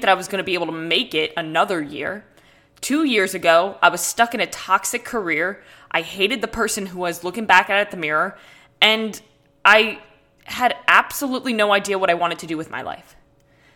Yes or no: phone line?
no